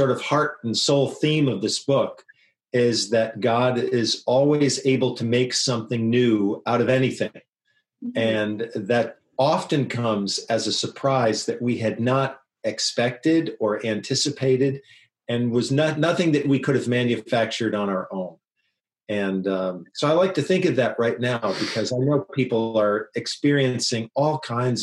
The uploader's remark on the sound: Today were are joined via Zoom by Director of Children's Ministries.